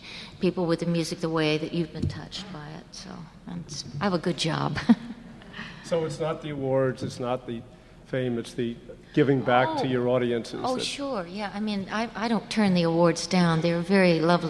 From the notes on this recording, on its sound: recorded at the Academy of Achievement's 2005 Summit in New York City